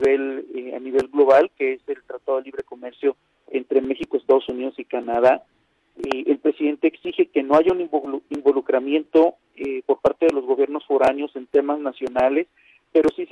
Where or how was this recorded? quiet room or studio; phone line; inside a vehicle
phone line